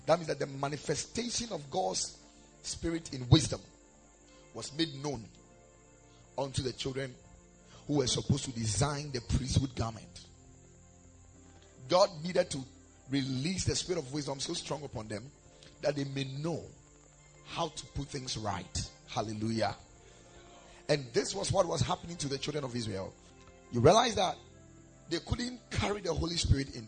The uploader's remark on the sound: Preached at the Ekklesia Chapel